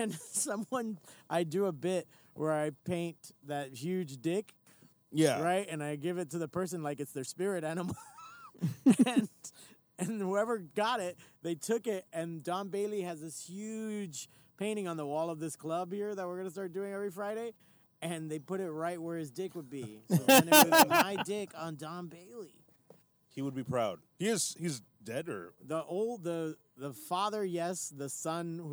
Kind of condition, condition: setting, inside a vehicle